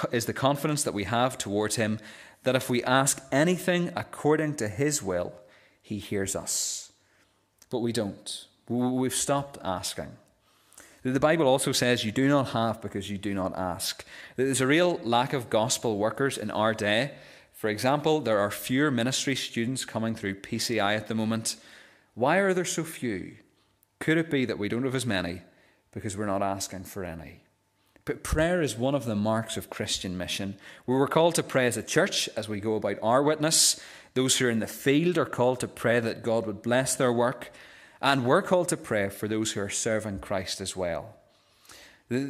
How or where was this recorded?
large echoing room